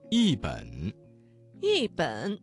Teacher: 一字在三声之前变成了四声 · Term: 语流应变